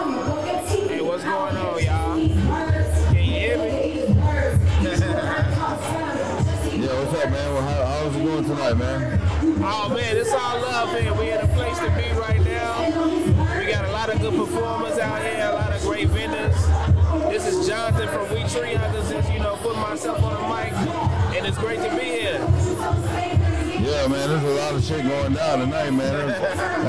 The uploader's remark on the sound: listen in as I set up live at our first ever Guest appearance at the Zalloween Event